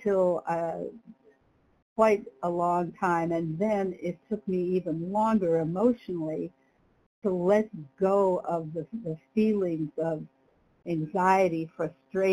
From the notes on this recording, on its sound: from the 100 Pounders Phone Meeting